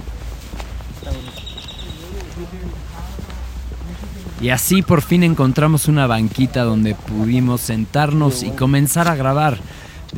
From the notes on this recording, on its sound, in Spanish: Nos trasladamos al hermoso Parque Chapultepec donde tuvo lugar esta grabación.